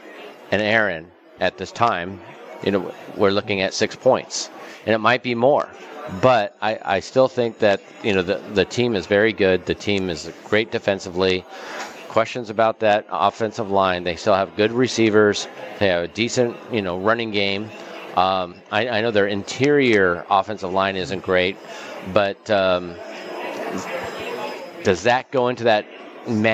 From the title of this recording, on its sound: Live from Super Book at the Westgate Las Vegas